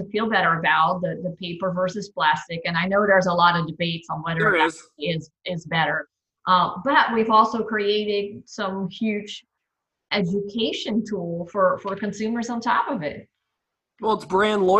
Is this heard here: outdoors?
no